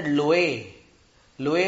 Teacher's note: लोए में ए जो है वो तो दीर्घ है, लेकिन उच्चारण अपन ने कैसा किया है? उसका उच्चारण अपन ने गुरु जैसा नहीं किया है, लघु जैसा किया है।